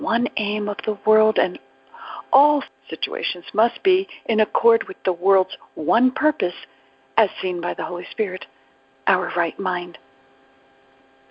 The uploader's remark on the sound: ACIM Daily TEXT Conference Call.